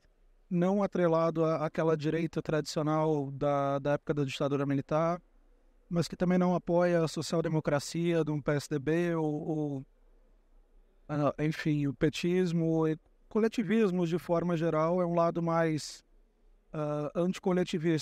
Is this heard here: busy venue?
yes